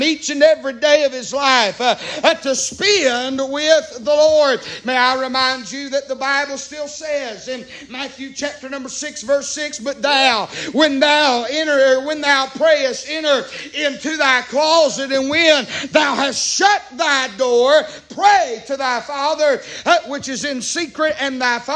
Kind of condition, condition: setting, large echoing room